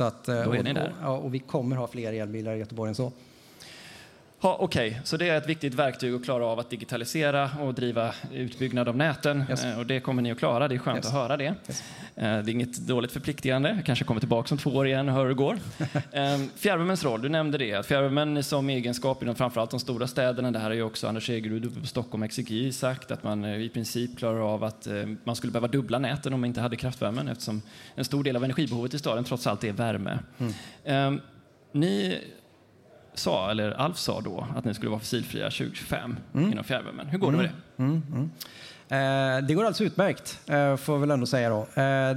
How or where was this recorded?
live audience